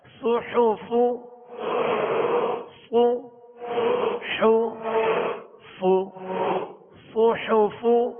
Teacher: صاد کو پر پڑھیں گے اور سیٹی کی آواز ہے اس میں، اور حا کو درمیانے حلق سے ادا کریں گے، اور فا کی ادائیگی بھی اس کے مخرج سے ادا کر کے ان کی حرکت کو ادا کریں گے.